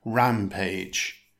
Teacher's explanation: It consists of two syllables. Stress the first syllable. It's pronounced rampage.